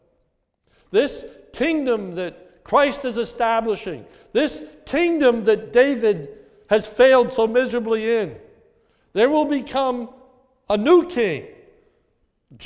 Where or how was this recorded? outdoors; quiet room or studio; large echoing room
large echoing room